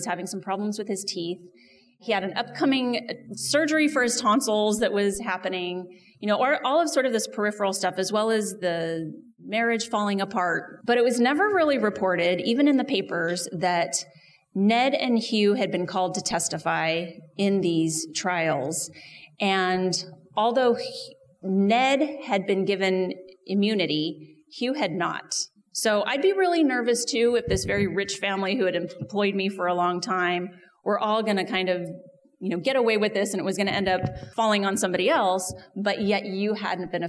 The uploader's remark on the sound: An L.A. Podcast Event (live recording). This live recording comes to you in the format of our show.